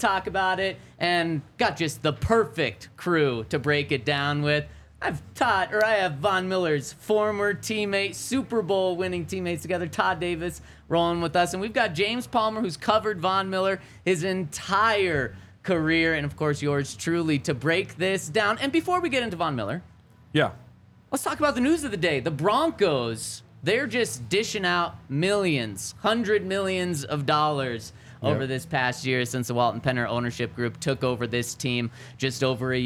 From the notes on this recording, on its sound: Coming to you LIVE from the DNVR Bar.